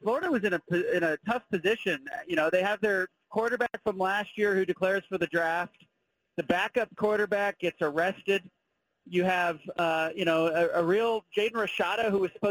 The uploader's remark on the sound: Call-In from Salt Lake City. Calls in live from Rice Eccles Stadium.